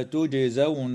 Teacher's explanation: الجيم في كلمة تجزون حكمها القلقلة في الحالين